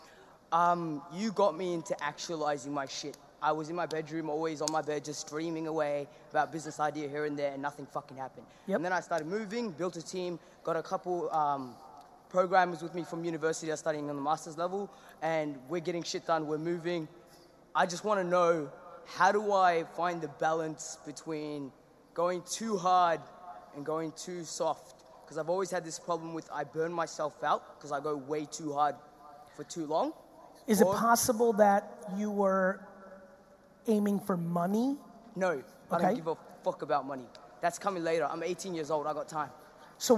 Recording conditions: live audience